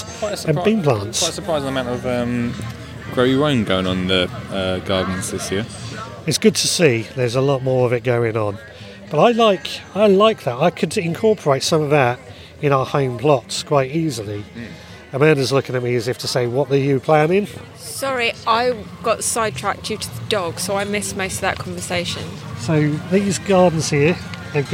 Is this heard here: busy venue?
yes